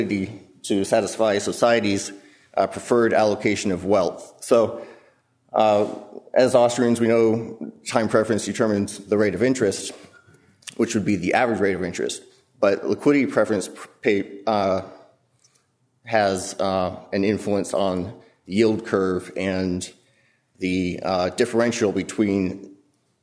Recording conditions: large echoing room